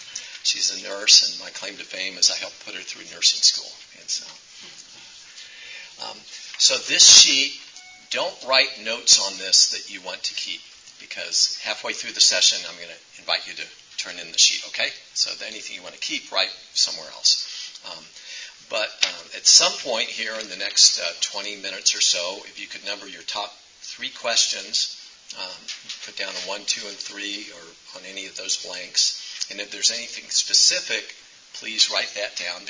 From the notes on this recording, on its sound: Each person who attends will receive a card when they enter the room. Receive questions from the floor.